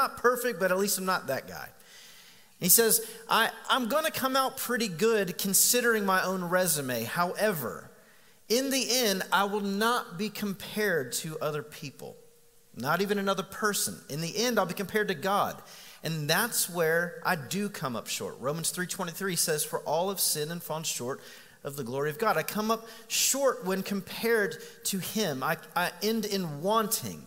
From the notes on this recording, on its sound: Recorded live on September 22, 2019. Sermon series at The Fellowship.